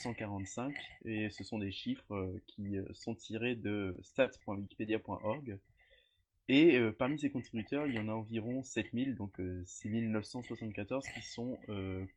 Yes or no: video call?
yes